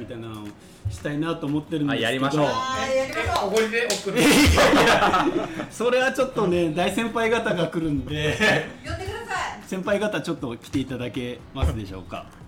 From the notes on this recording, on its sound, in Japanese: 九州・山口の大家さんが集まり公開収録！！